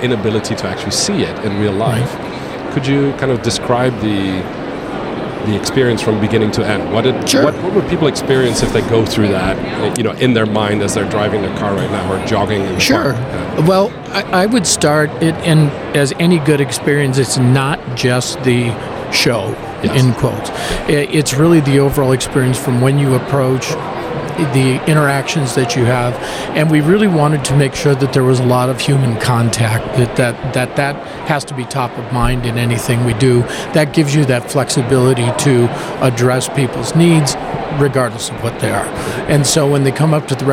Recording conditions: busy venue